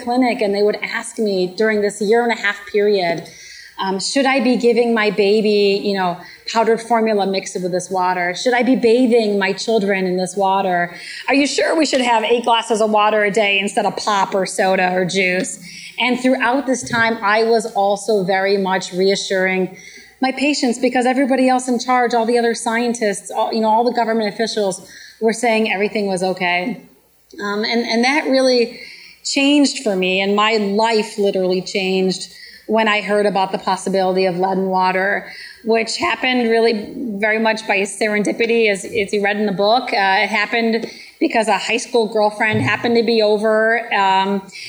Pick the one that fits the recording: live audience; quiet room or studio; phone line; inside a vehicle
live audience